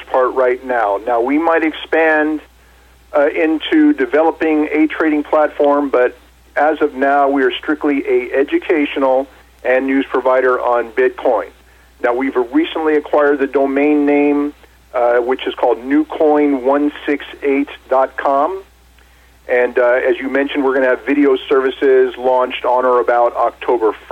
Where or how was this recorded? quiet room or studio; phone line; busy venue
phone line